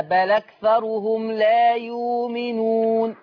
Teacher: يبقى هنعمل إيه؟ هنشيل الهمزة، الهمزة عليها حركة إيه؟ فتحة. أيوه. الفتحة دي هنحطها على اللام